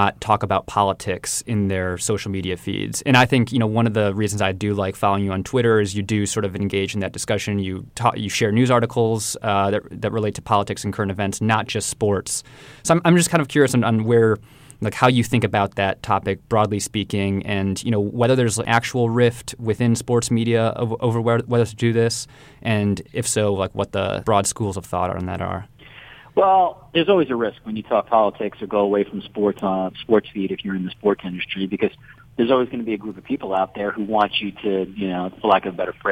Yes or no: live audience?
no